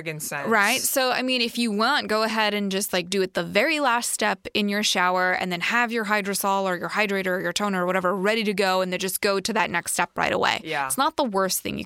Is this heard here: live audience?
no